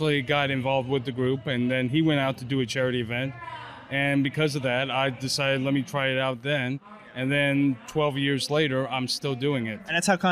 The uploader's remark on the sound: Live from Fan Expo New Orleans! Live” at Fan Expo New Orleans.